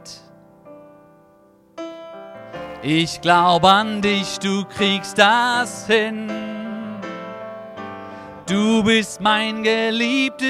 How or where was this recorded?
large echoing room